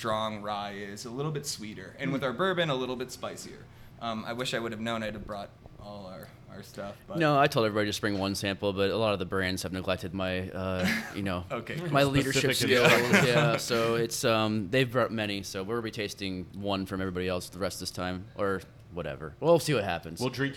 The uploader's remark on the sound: Live from Delilah’s